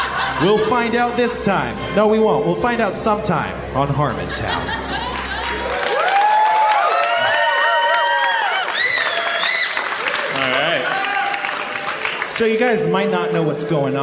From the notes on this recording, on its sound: From Austin, TX, Harmontown is live from the Liberty Tavern and SXSW. Bonus audio from the Q & A following the premiere of the "Harmontown" documentary.